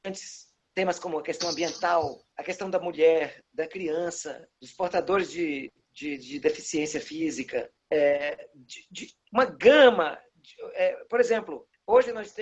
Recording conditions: video call